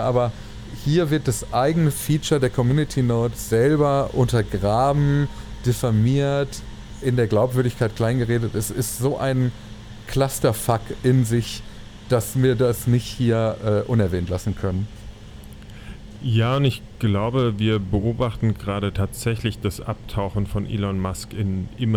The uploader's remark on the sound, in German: Quasi live aus der Deutschen Bahn und ihren Widrigkeiten.